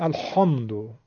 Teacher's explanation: حالا اگه بگیم الحمدو بوی خ میگیره، افراط هست